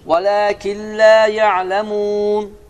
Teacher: İdğam bilə gunnə oldu. Çünki nun sukunundan sonra ləm gəldi və ləm də bilə gunnə hərflərdəndir. Və nun oxunmayacaq.